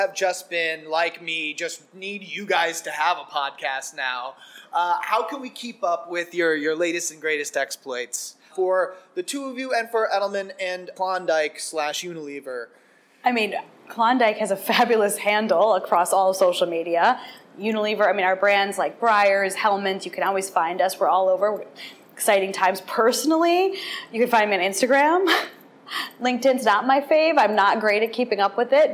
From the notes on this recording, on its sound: recorded on site at the 2023 ANA Brand Masters Conference in Bonita Springs, Florida